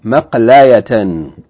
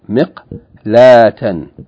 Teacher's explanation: the fatta on the lam and the ya with fatta become a long a · Shown in: second take · became miqlatan.